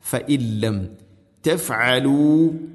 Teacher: ഫഇൻ സാക്കിന നൂൻ ശേഷം ലാം, ഇത് ഗം ബിലാ ഗുന്ന, മണിക്കാതെ കൂട്ടിലയിപ്പിക്കണം. അപ്പോൾ ഓതുന്ന സമയത്ത് ഫഇൻ ലം ഫഇൻ ലം ഫഇൻ ലം ഫഇൻ ലം അല്ല, ഫഇൻ ലം തഫ്അലു.